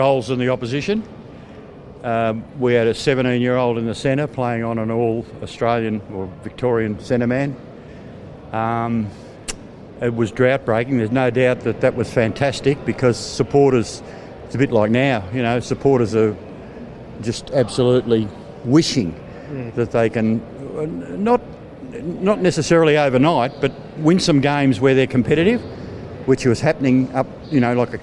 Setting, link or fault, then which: setting, busy venue